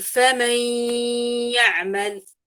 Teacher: صفة الخيشوم أتت من حرف النون الأول، لذلك الإدغام يعتبر إدغام ولكن ليس قوي جدا، هو إدغام. وذهبت النون كمخرج لسان من النون، ذهب في الياء كاملا، ولكن بقيت صفة الغنة من النون الأولى · Term: إدغام بغنة ناقص